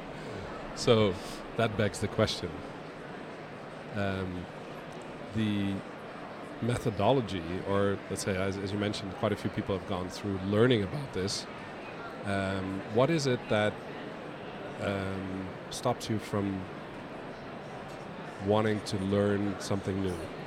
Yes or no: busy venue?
yes